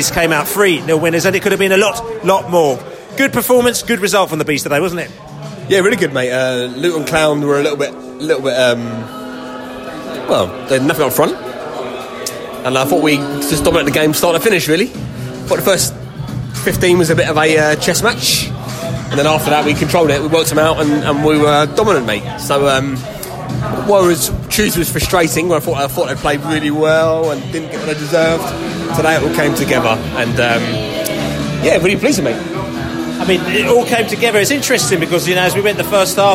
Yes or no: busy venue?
yes